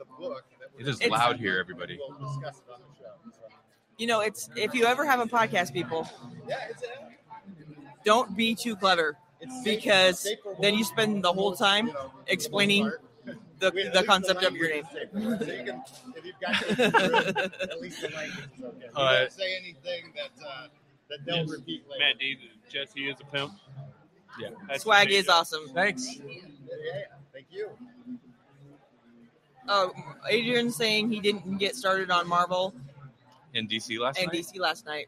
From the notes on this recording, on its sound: Live from O Con Expo 2019 in Council Bluffs, Iowa!